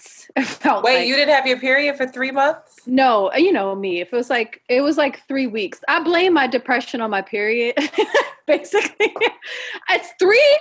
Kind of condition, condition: link, video call